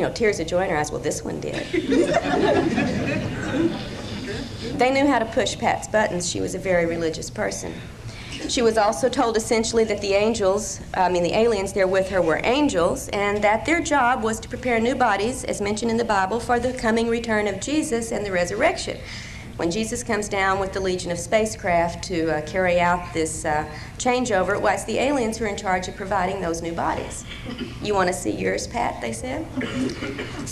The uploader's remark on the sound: lecture from 1995 ozark mountain conference